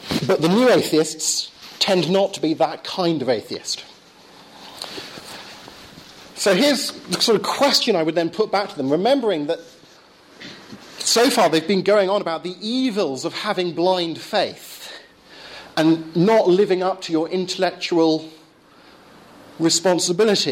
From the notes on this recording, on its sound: Lecture delivered at Belgrade University Philosophy Department, October 2011.